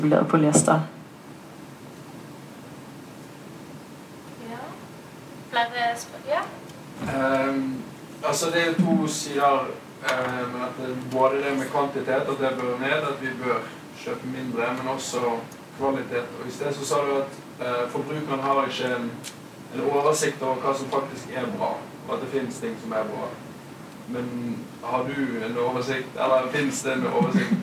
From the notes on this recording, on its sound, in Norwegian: Takk til Fakultet for kunst, musikk og design ved UiB og BIT Teatergarasjen for utlån av opptaksutstyr. Assistanse til lydbehandling i møte med noe utfordrende lydopptak.